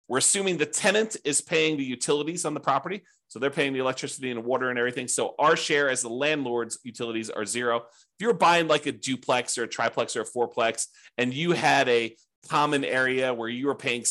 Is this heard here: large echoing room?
no